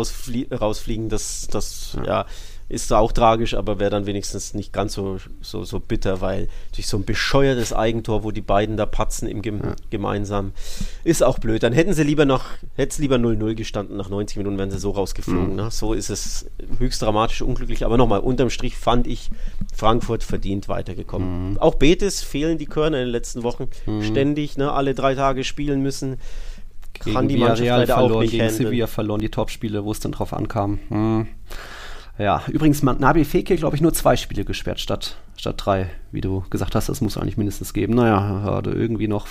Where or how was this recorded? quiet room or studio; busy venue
quiet room or studio